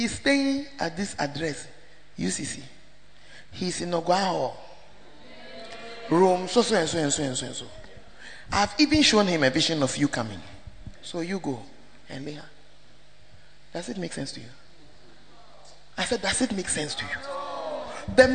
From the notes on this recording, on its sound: preached in First Love UCC